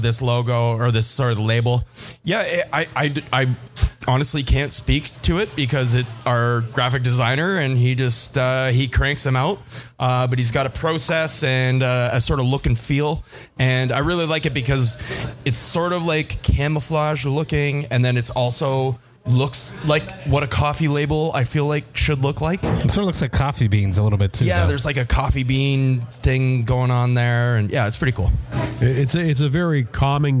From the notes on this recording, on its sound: Live broadcast from Folly Brewpub in Toronto. This was recorded live downtown Toronto in front of an audience.